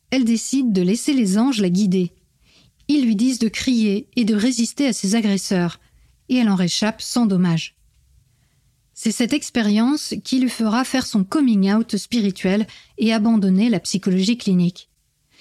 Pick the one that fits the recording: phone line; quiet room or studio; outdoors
quiet room or studio